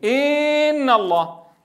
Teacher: ولد من الكسرة ياء لأنه طول صوت هذه الكسرة